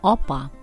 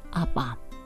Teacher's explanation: звук «о» в татарском языке отличается огубленностью, поэтому говорим «опа», ни в коем случае не «апа» · Shown in: first take